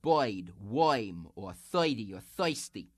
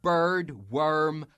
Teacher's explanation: You may have noticed that throughout the tape, I have not been doing the dialect characteristic of taking the medial R, such as in bird and worm, and making that diphthong oi out of it · Shown in: first take